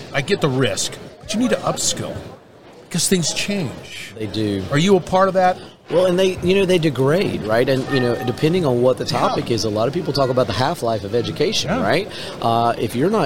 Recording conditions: busy venue